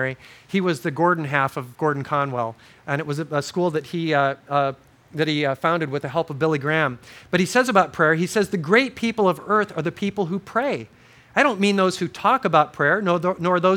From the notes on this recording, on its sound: This series of audio messages were given at Crossroads Christian Fellowship Kauai in 2005.